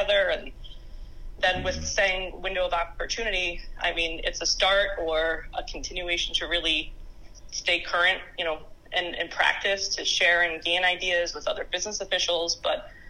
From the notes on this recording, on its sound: Candid phone conversation